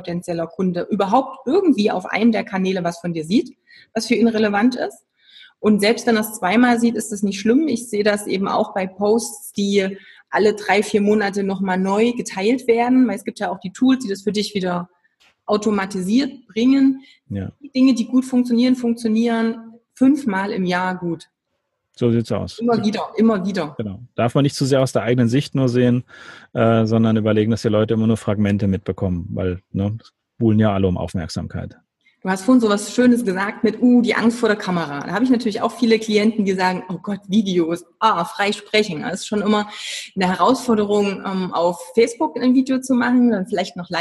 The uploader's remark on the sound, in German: Im Live-Webinar. Richtmikro fürs iPhone.